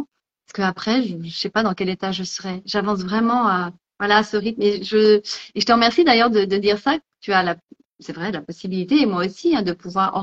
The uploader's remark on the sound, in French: il s'agit d'une rediffusion d'un live Instagram